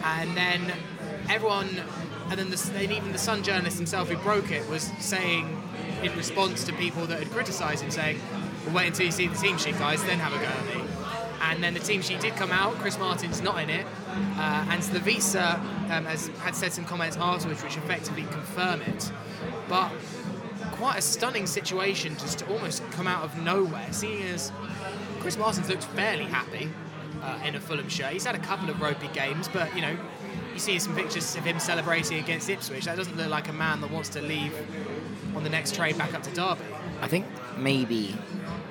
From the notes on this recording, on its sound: live in The Jolly Gardeners pub